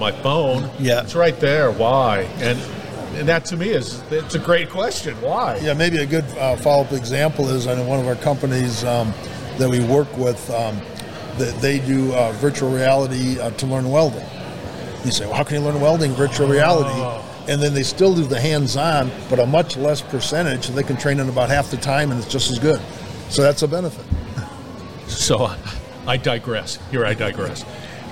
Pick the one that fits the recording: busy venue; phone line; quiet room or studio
busy venue